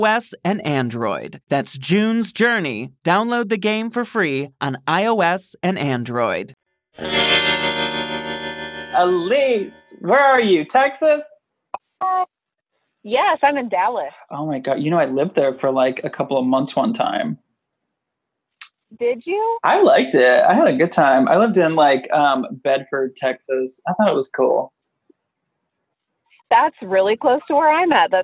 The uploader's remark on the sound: Listener Phone Call Extravaganza